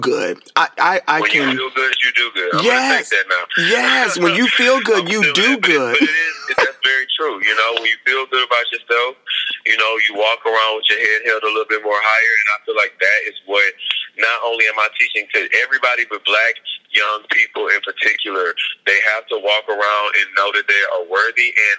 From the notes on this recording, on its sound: speaking over the phone